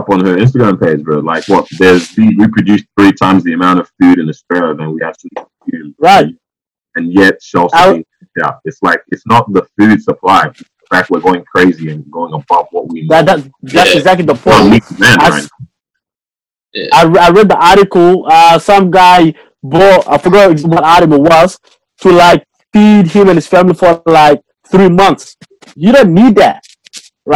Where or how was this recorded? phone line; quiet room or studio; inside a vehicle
phone line